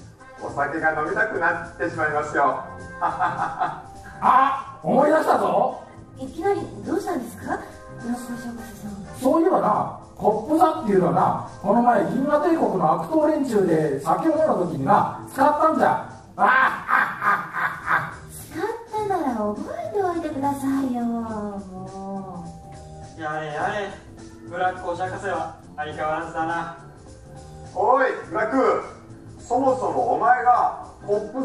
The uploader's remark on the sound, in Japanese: 公開録音の模様をお届けいたします。明石市立天文科学館のイベント、てんもん春分祭で。